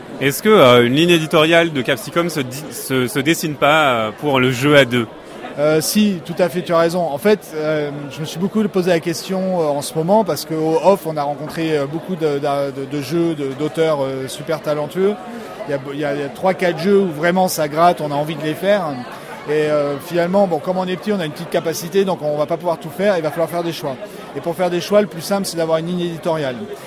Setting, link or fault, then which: setting, busy venue